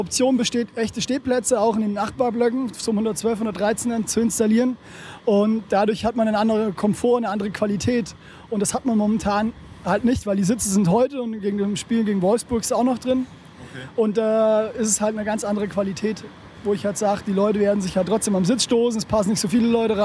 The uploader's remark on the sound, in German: Wir waren live in der Südkurve und haben uns die Sache mal direkt angeschaut und zahlreiche Interviews mit Fans und Ultras geführt, um die Sache mal genauer zu beleuchten. Sowohl vor dem Spiel, als auch danach sowie mitten in der Kurve haben wir für euch aufgenommen. Mit viel Singen, Klatschen, Springen und absolut ohne Aufnahme von Nährstoffen.